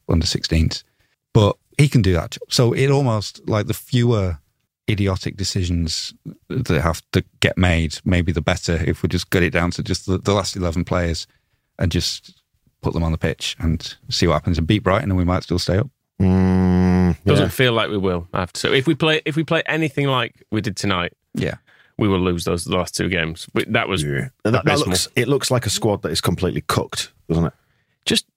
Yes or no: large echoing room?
no